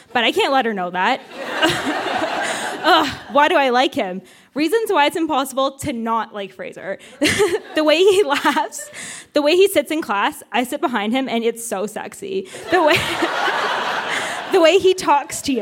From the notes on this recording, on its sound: Recorded live at the Registry Theatre in Kitchener, ON.